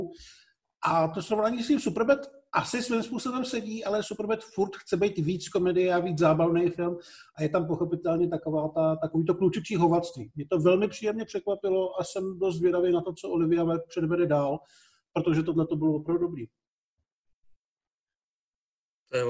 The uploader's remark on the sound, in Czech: Pořád ještě jedeme přes Zoom, takže omluvte horší obrazovou a zvukovou kvalitu.